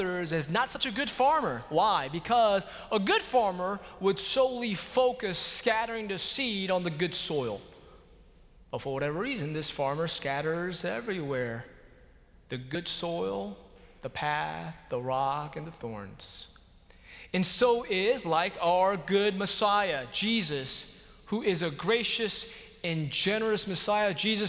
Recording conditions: large echoing room